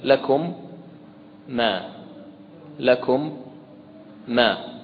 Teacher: فعندنا هنا الميم ساكنة جاء بعدها ميم متحركة، دخلت الميم الأولى في الميم الثانية · Term: الإدغام الصغير